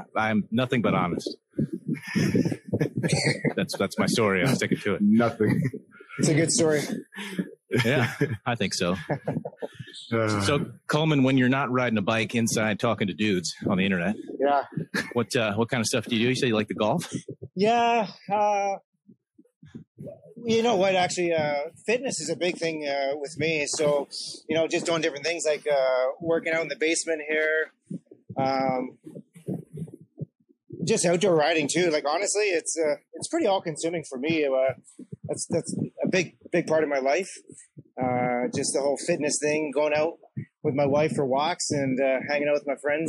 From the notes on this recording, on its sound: Apologies for the wind noise, we are plagued by technical difficulties as of late.